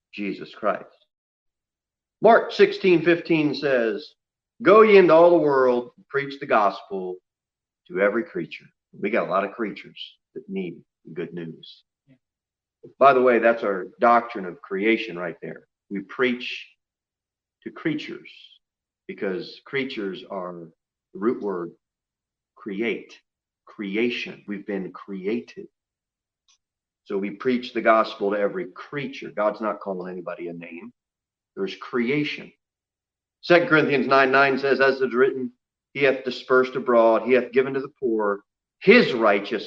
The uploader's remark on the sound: Sermon delivered at Pilgrim Baptist Church on Thursday, November 5, 2020, at 6:00 pm.